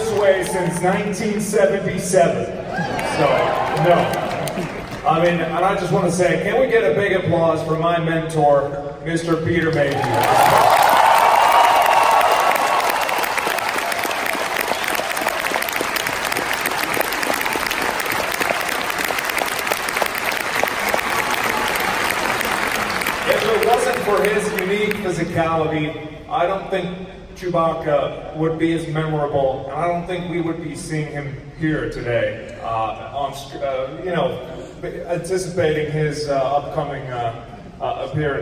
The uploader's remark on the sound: Star Wars Celebration Chicago Episode 9 Panel. This is the audio version of the SWCC 19 Episode IX panel.